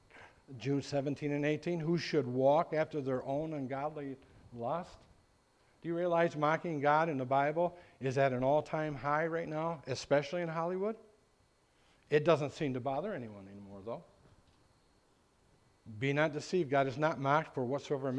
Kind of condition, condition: setting, large echoing room